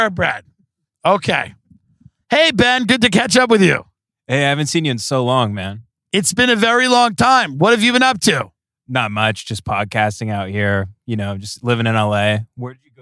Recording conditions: inside a vehicle